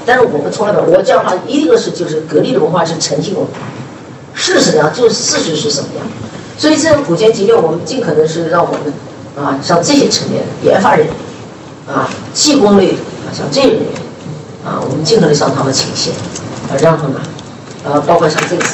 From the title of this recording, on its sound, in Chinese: 格力电器2021 股东大会实况录音